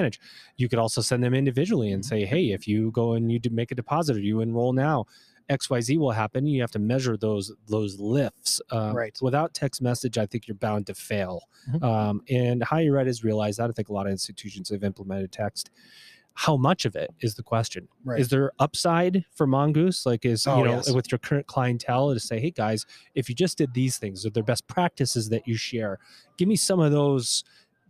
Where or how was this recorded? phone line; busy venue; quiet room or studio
busy venue